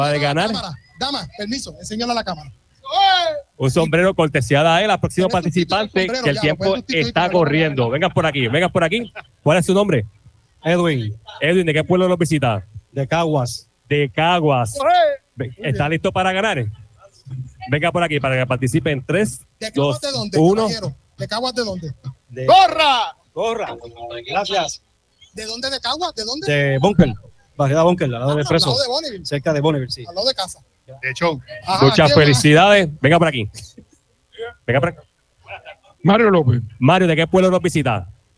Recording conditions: busy venue